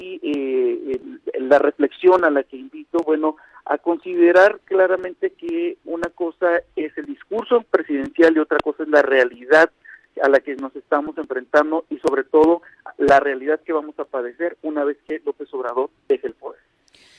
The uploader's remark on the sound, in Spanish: Esta mañana en #Noticias7AM entrevistamos vía telefónica